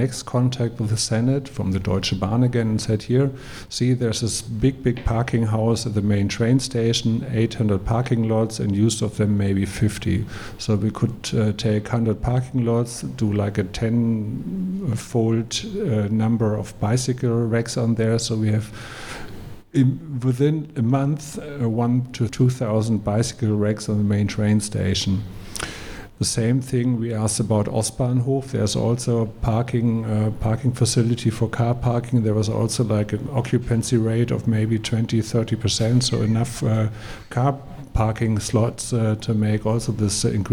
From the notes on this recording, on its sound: Excerpts from our recent live show at the Selina Hotel Mitte in central Berlin.